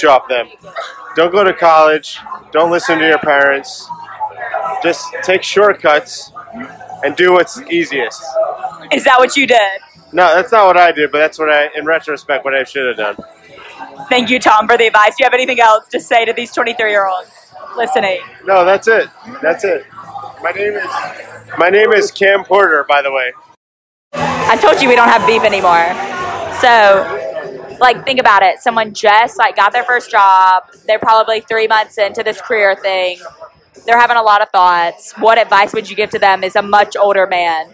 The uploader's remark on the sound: We recorded it in Ireland while at a pub, so a little chaotic, but nonetheless we prevailed.